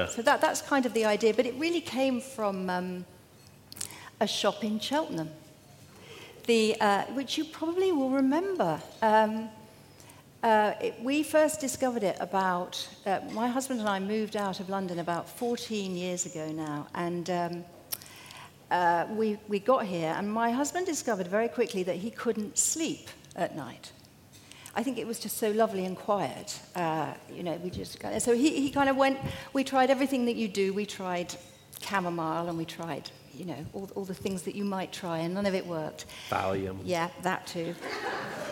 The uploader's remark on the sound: Cheltenham hosts the world’s oldest literature festival. Joined me on stage at The Daffodil.